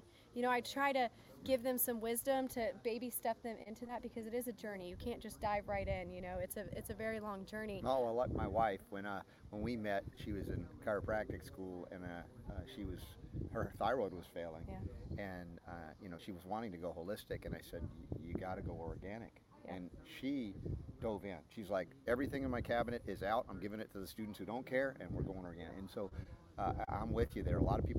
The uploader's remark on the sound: On location at Goody Farms in Joplin, MO